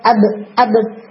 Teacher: اور ساکن ہو تو آف کورس اس میں کلکلا بھی ہوگا